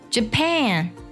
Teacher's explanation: 那么它的重音呢是在 PAN 这个音节上